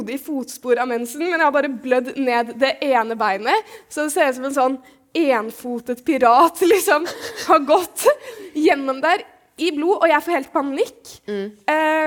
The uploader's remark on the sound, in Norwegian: foran et levende publikum under Trondheim Pride